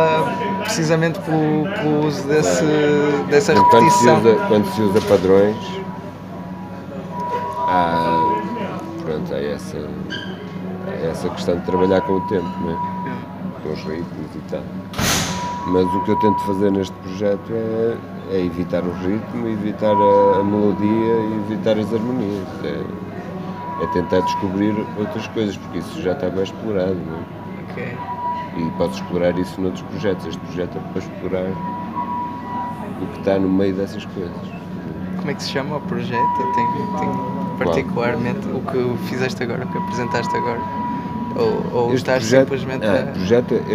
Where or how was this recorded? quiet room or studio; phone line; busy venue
busy venue